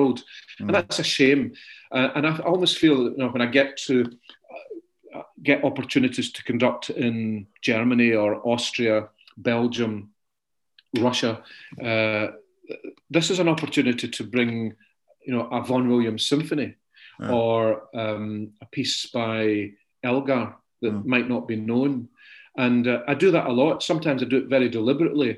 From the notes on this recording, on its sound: This interview was recorded on 15th March 2021 via Zoom.